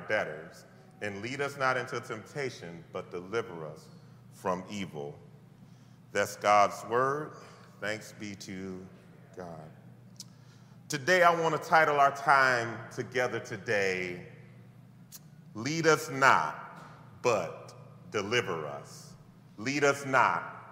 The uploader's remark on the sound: This message was delivered on November 20th 2022 at New City Fellowship: West End in St. Louis, MO.